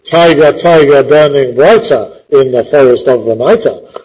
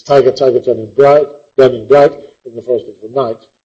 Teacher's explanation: So we've lost the last unstressed syllable. · Shown in: second take